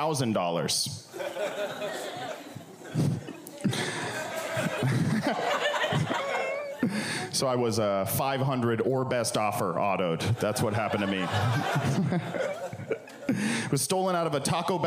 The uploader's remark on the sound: As part of the Sound and Vision live podcast series at 4th Wall PDX.